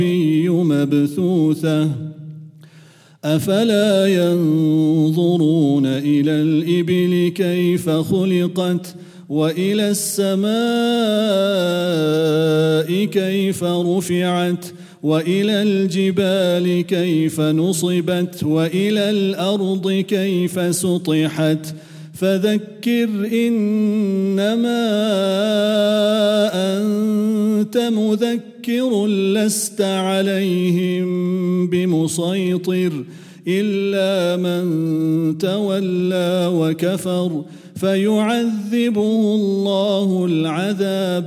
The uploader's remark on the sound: At the Houghton Masjid (West Street).